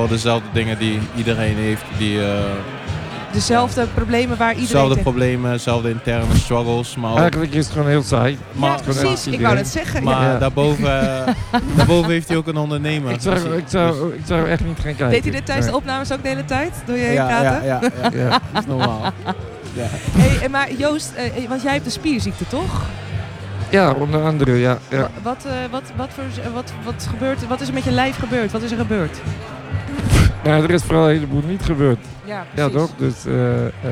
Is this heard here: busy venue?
yes